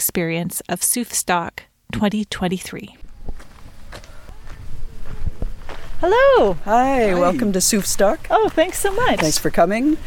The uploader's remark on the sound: Glimpse a rainy forest walk at the proposed Goldsmith Lake wilderness areas. Get a small taste of some music at the festival!